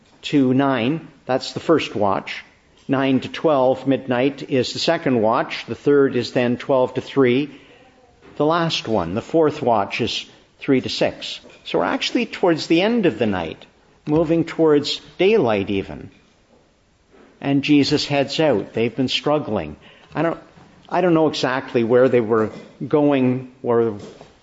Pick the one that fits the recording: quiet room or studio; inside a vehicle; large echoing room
large echoing room